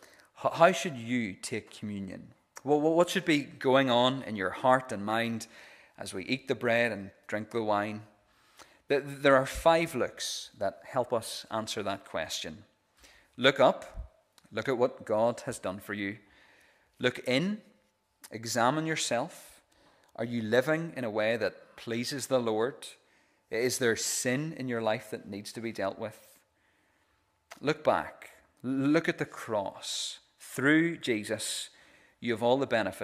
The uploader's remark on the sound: This is the recording of the Bible reading and sermon from our pre-communion service